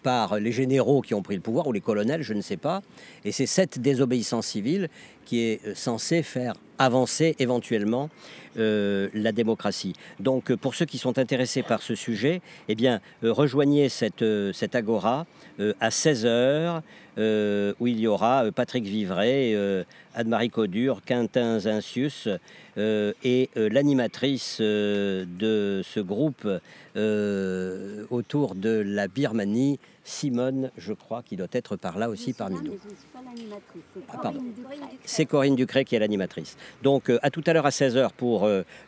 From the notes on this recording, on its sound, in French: Réalisé dans le cadre du festival 2021 des Dialogues en humanité, "La voix aux jeunes", l'équipe de Bubble Art. S'est rendu au Parc de la tête d'or à Lyon pour rencontrer des jeunes.